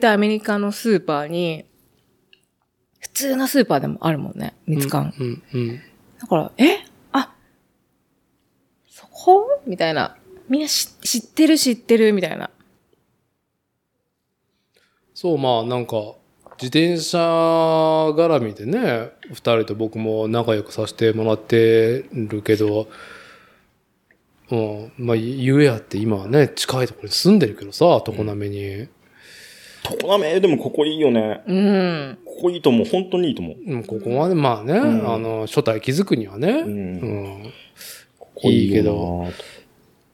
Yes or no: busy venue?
no